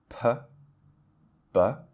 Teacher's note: If you think of P and B, P, B, the way that we make that sound is it's very sort of an abrupt sound. It doesn't start gradually. You can't gradually start a P sound, right? It's sort of like a sudden, it happens and then it's gone.